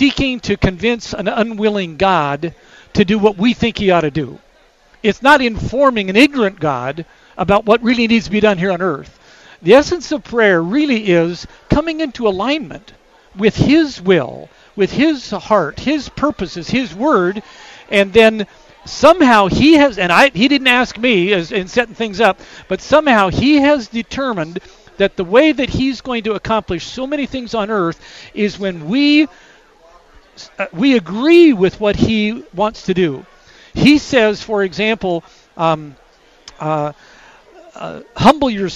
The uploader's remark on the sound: we broadcast live from Mission Connexion Northwest 2020 , One Body, One Voice, One Mission, at Rolling Hills Community Church in Tualitan.